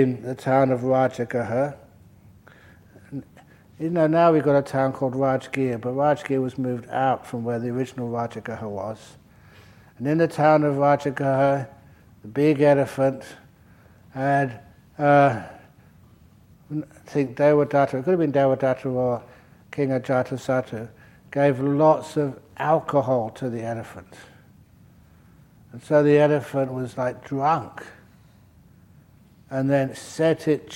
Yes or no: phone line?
no